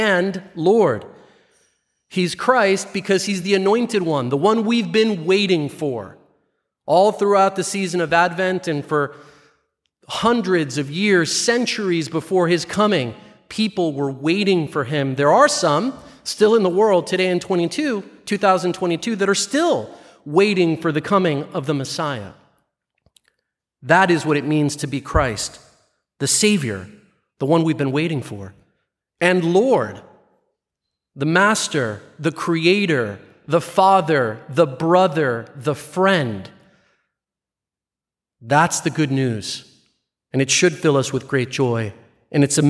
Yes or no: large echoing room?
yes